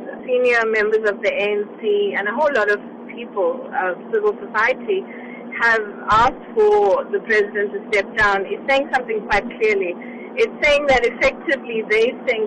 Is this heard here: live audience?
no